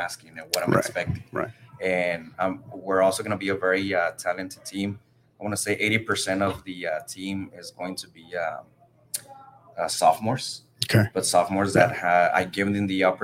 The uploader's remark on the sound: We're LIVE from beautiful Moody Gardens in Galveston, TX at the 2022 TASCO Texas High School Coaches Convention.